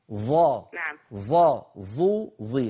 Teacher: أما الظاء فهي من طرف اللسان الأمامي، ظا ظا ظو ظي، هذا أهم فرق من حيث المخرج.